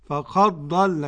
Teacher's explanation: قرأ بإدغام الدال في الضاد